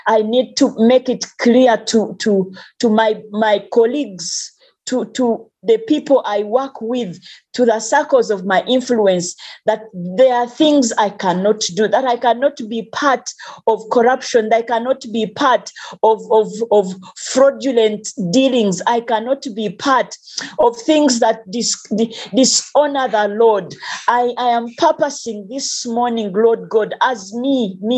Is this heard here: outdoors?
no